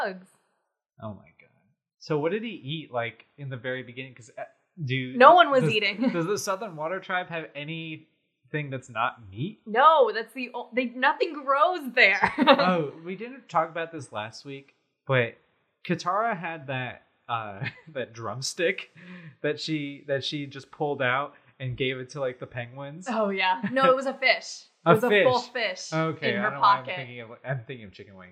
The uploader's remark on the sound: Sorry about the echo-y audio! We are still figuring out our set up so bear with us.